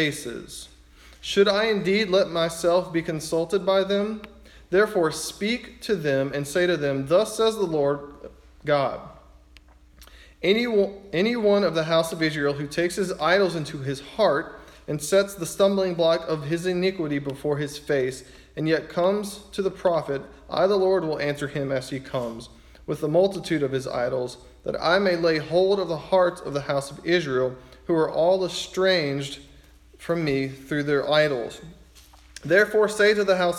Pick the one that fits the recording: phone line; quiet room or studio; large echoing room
large echoing room